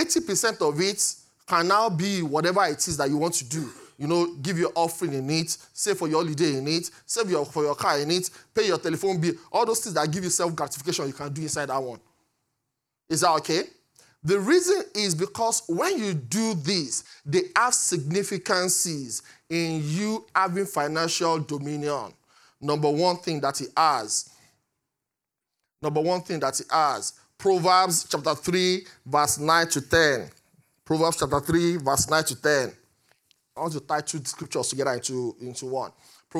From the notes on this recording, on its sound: Recorded live at Great Light Connections, Canary Wharf Campus.